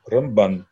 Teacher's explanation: А Рамбан говорят с ударением на второй слог.